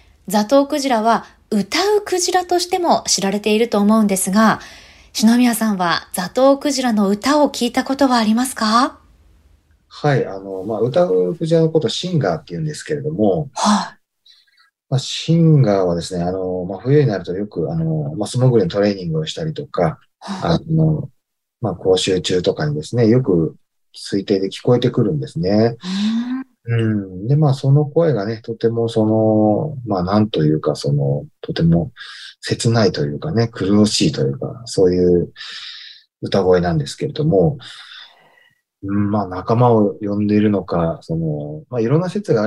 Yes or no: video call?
yes